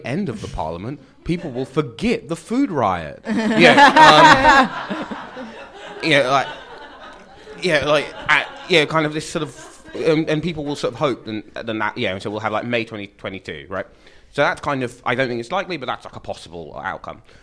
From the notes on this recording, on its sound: at a live event in London